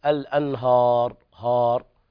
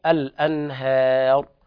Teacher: إذا وقفنا لابد أيضا من ترقيق الهاء وتفخيم الراء · Shown in: second take · الأنهار، بعض الناس يقرأ لحنا الأنهار هار، الصواب الأنهار، لابد من انفتاح الفك وترقيق الهاء، هذا وقفا.